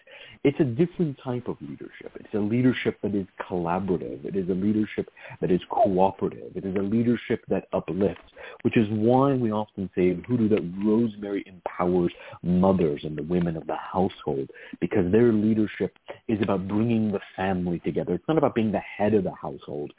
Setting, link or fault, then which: link, phone line